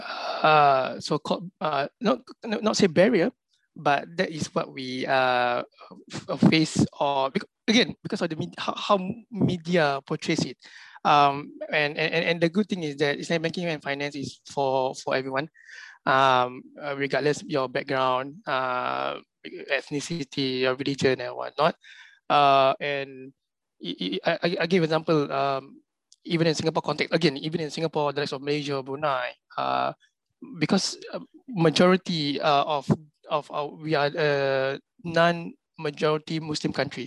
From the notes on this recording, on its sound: This public talk was conducted online via Zoom